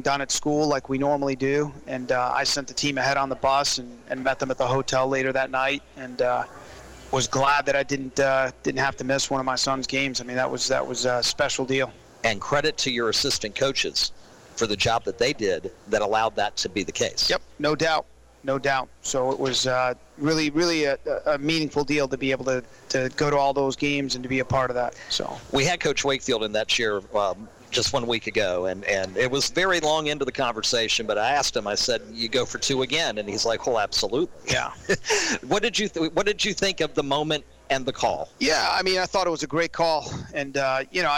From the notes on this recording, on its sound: As heard LIVE on 102.9 The Mater live at Sports Page Grille in Ashland.